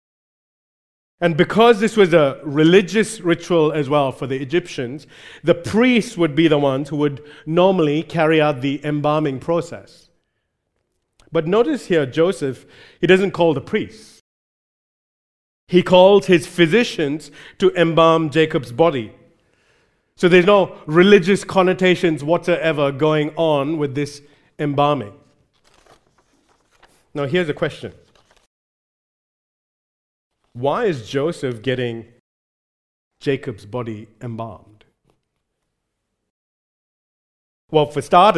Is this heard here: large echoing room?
yes